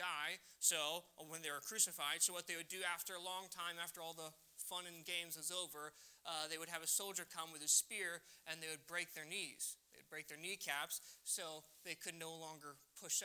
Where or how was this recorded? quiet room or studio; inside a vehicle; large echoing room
large echoing room